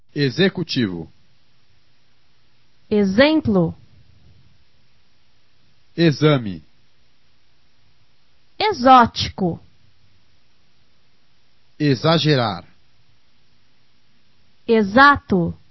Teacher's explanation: In words beginning with EX plus a vowel, the X is pronounced like the Z of zero.